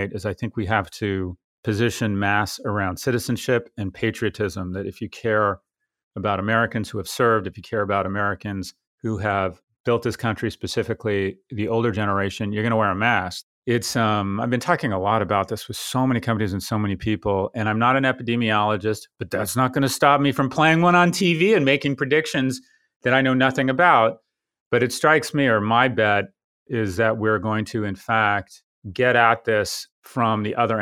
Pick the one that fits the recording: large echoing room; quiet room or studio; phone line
quiet room or studio